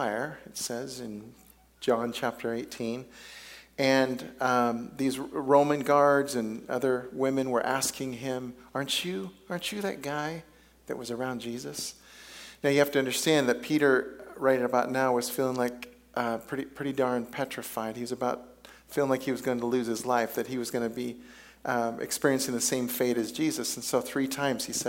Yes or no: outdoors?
no